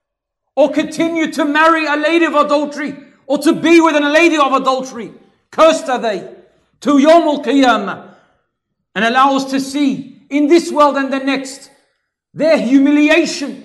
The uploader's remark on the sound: LIVE from ASWJ Auburn